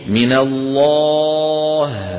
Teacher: عند الهاء عودوا بأفواهكم إلى وضعها الطبيعي، ولا تنطقوا الهاء وفمكم مفتوح فتخرج الهاء مفخمة